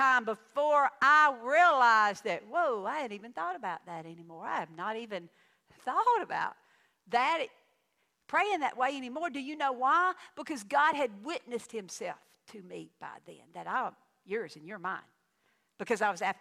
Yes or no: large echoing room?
yes